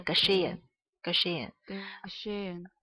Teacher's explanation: 哈在元音后面基本是不发音的